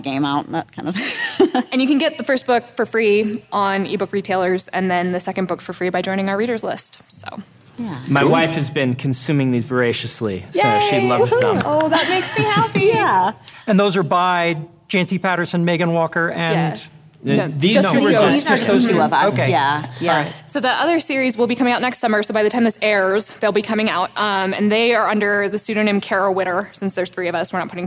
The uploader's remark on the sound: this episode was recorded live at NASFIC